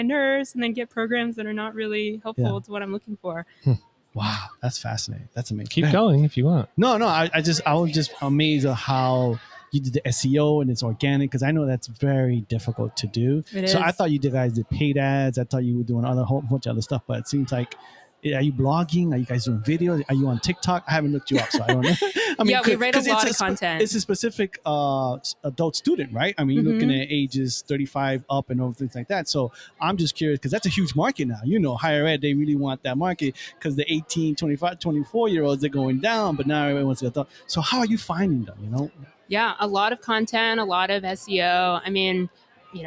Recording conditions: busy venue